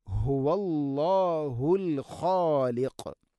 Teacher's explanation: ഹ ഇൻ്റെ ഉച്ചാരണം ശ്രദ്ധിക്കണം, തൊണ്ടയുടെ താഴേ ഭാഗമാണ് ഹ. ഹുവല്ലാ, ഹുവല്ലാ എന്ന് പറയരുത്, ഹുവല്ലാഹുൽ ഖാലിഖ്, അൽ ഖാലിഖ്.